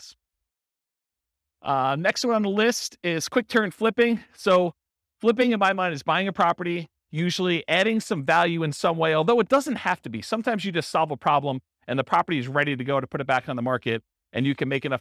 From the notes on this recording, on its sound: This was a live class recorded